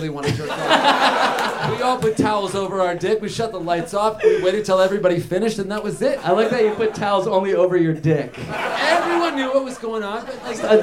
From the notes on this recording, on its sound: Live At UCB Theatre in LA! Recorded live at UCB Theatre in Los Angeles!